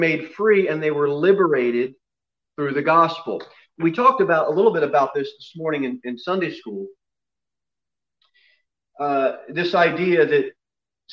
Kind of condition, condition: setting, large echoing room